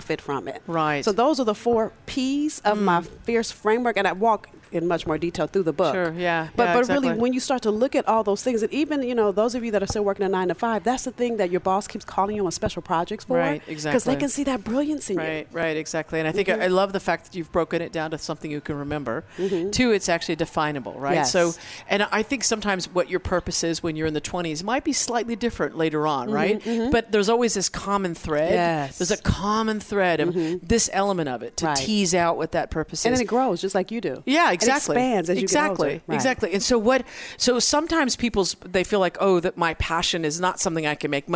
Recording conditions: busy venue